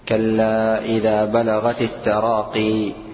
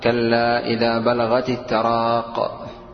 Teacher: قال بإثبات الياء ساكنة · Shown in: first take